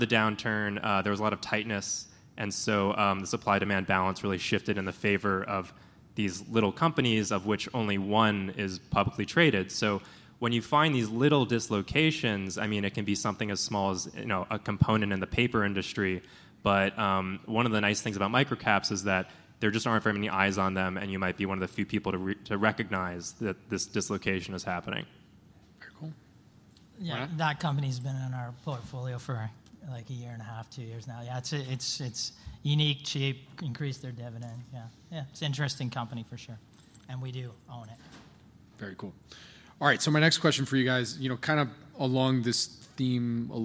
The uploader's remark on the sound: the Planet MicroCap Podcast: LIVE panel recording that we did at the Planet MicroCap Showcase 2023 at the Horseshoe Hotel & Casino in Las Vegas